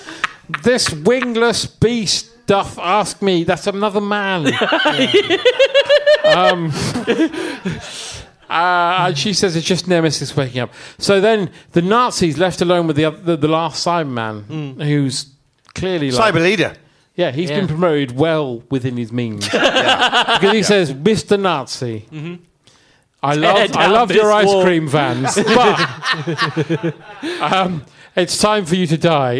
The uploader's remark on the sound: Live at The London Podcast Festival